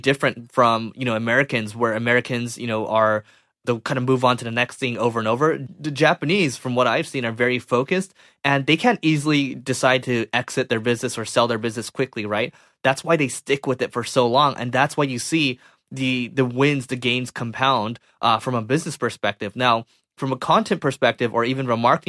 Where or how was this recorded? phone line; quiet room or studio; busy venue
quiet room or studio